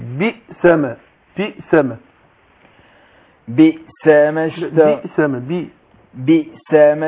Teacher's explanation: حققت الباء وطلعتها مكسورة وحققت مخرج الهمس، اقول بئس ما بئس ما بئس ما اشتروا به أنفسهم أن يكفروا بما أنزل الله بغيا أن ينزل الله من فضله.